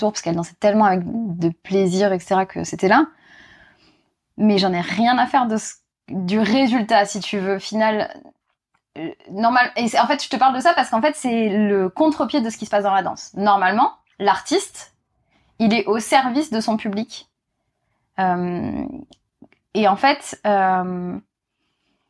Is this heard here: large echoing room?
no